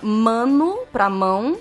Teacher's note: foi a queda do N e do do L entre duas vogais, comparando com o latim. Então você tinha mano para mão, o N cai, fica mão, para depois vir a nasalização e fica mão.